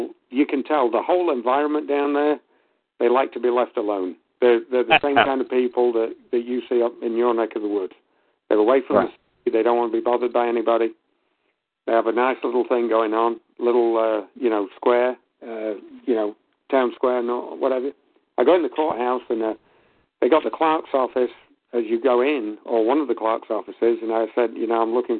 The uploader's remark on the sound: I will try to call in to trigger the Audio Stream at the beginning of the call.